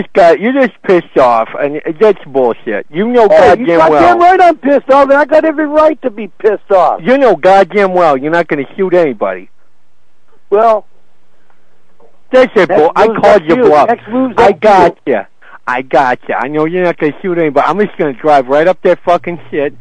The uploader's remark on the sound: Prank Phone Calls Collection